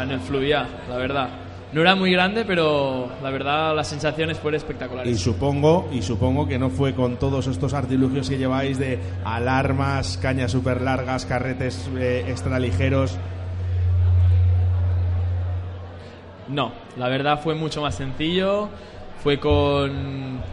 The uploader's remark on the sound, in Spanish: desde Carpmadrid en Directo